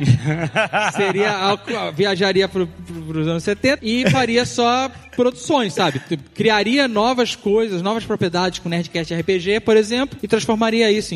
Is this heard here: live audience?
yes